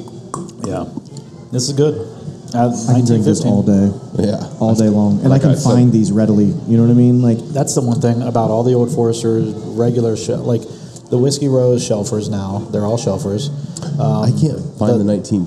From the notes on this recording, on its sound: sit down live at Cafe Round II in Grandview